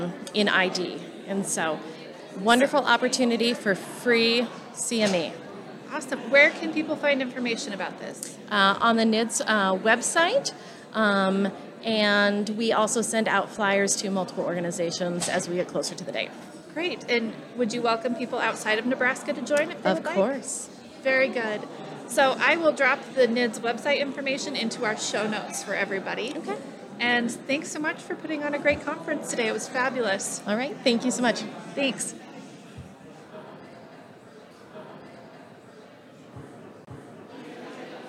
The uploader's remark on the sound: as they interview attendees, speakers and students from the Nebraska Infectious Disease Society (NIDS) 2023 Annual Conference.